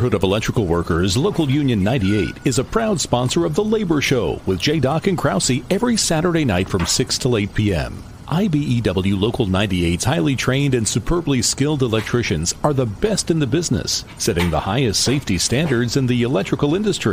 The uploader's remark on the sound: Training camp is underway today. Live from the NovaCare complex.